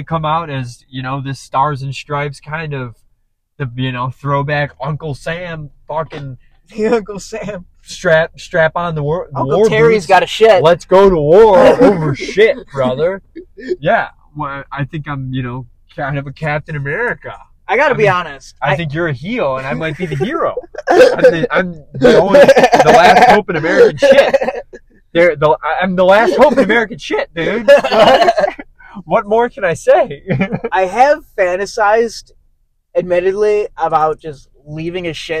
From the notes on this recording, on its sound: Sorry the audio quality is shit